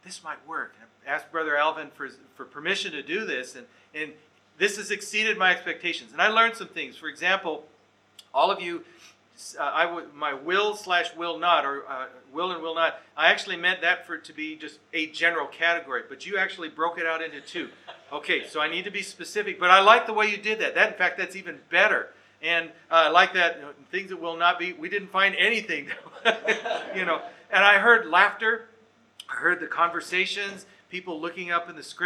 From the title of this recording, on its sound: Recorded Live/Seminar